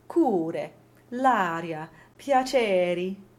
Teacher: A single intervocalic R is flipped. Everything else is rolled.